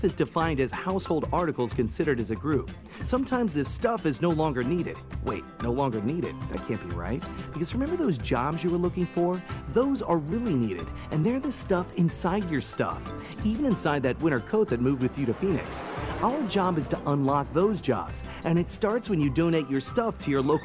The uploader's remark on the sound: from the National Biodiesel Conference in San Diego